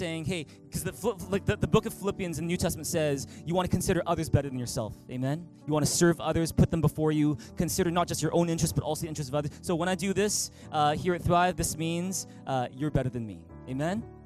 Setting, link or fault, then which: setting, large echoing room